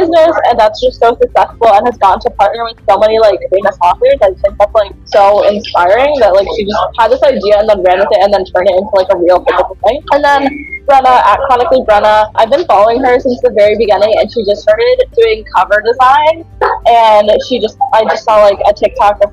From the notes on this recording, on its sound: apologies for the background noise in this episode